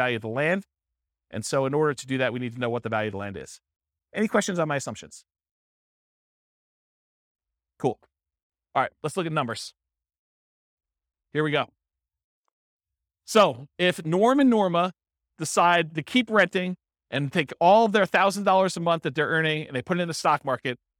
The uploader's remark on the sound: This was a live class recorded